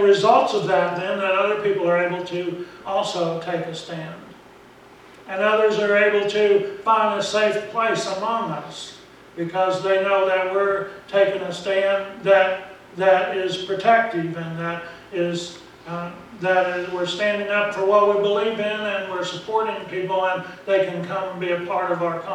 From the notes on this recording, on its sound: Preached at Briensburg UMC on October 27, 2019